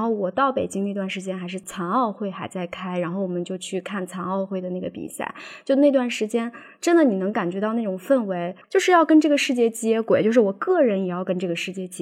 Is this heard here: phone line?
no